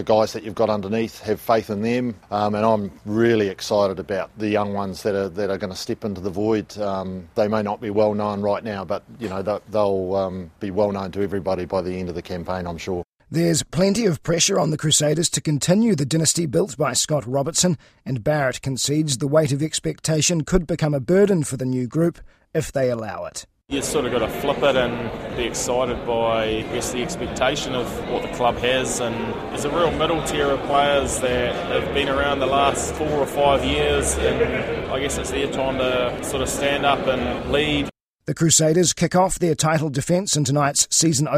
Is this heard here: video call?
no